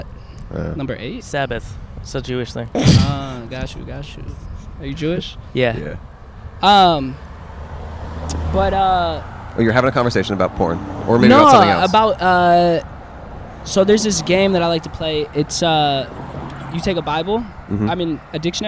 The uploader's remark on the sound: Outside A Hollywood Celebrity Church (Kicked Out). On Easter Sunday at a trendy Church in Hollywood, CA.